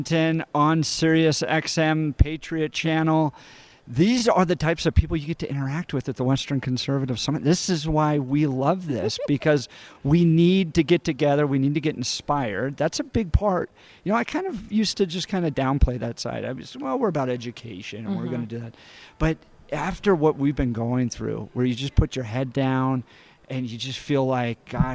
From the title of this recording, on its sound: Live from Western Conservative Summit 2022